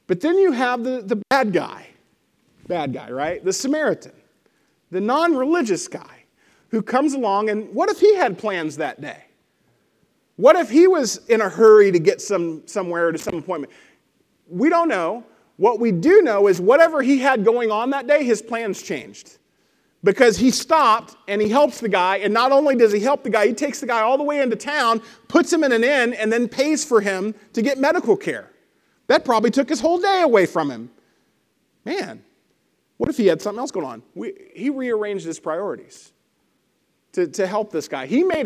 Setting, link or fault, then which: setting, large echoing room